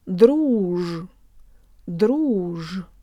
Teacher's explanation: Let's add on the Ж with a very low tongue.